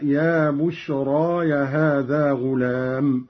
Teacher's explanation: قوله تعالى: قال يا بشرى هذا غلام، قرأ قالون بياء الإضافة أي إضافة البشرى إلى نفسه مع فتح الياء هكذا: يا بشرى يا هذا غلام.